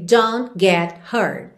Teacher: Aqui, a gente quase não ouve os T's finais.